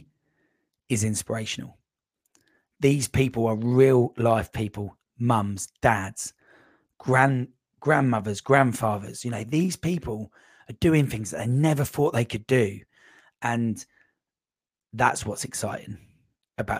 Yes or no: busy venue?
no